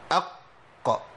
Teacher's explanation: القاف فيها انقطاع صوت وانقطاع نفس، قولوا كده اق، وماشي الصوت ما يمشيش، فكوا اللسان ما يتفكش. · الصفه ديت هي عباره عن ذيول صوتيه لطيفه نتيجه اهتزاز المخرج. يعني في الصوت بيبقى فيه رنه بسيطه كده نتيجه اهتزاز المخرج · Term: القلقله